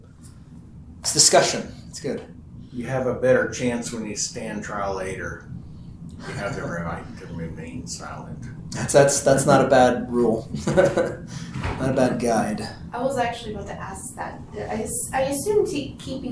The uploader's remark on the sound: This is the audio from one of the classes we hold at either 10am or 7pm on Wednesdays.